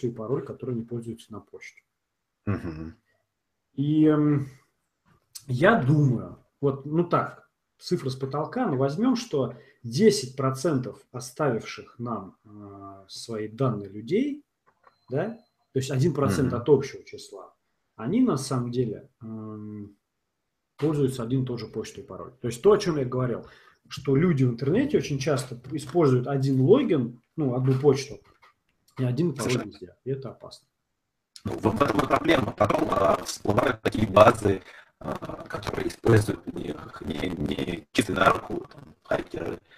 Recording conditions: poor sound quality